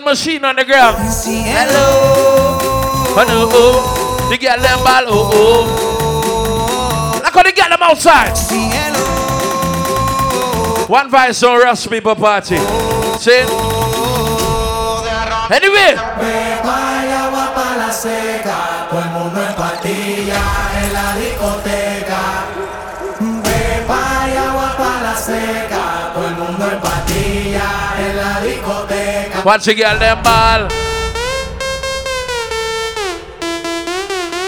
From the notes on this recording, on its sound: Live In Mary's Resort Bartica